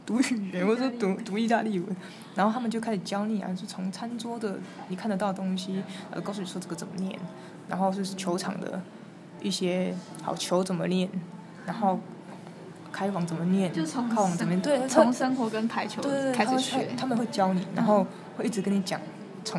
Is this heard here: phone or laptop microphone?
yes